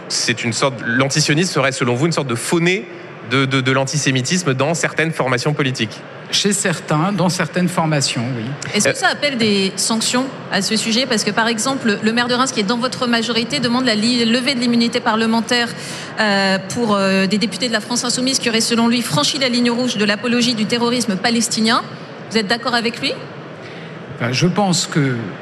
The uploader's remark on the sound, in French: en direct et en public